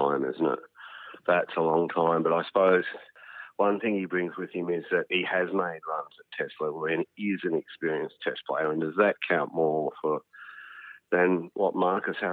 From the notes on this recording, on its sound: The Chief cricket writer for the Australian phones